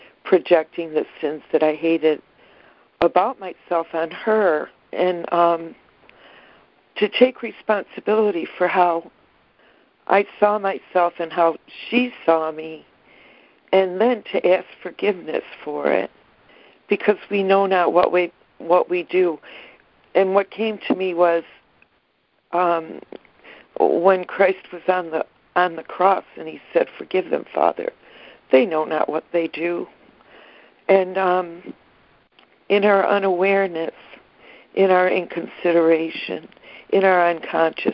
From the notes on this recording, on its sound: ACIM Daily Conference Call